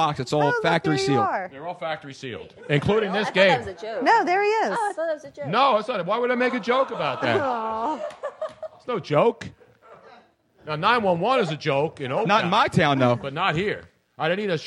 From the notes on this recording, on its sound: Dazzled the live audience at Comedy Sports Theatre. A live call in from the owner of Nicks Place in Houston, Texas.